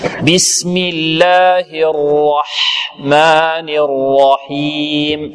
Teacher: ركز على الراء فخمها ورقق بعدها ماذا؟ الحاء